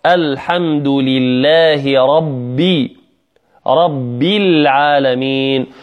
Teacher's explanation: بعض الناس تسمعه يقول رب العالمين ربي راء، وهذا من الخطأ، لابد من تفخيم الراء